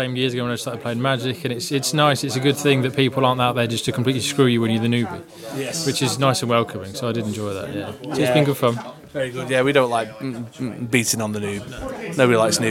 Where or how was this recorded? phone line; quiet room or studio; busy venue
busy venue